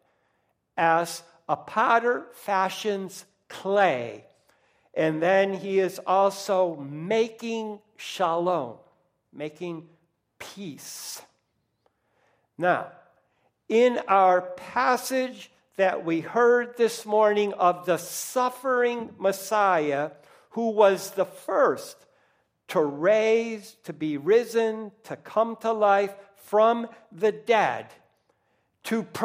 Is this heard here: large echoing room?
yes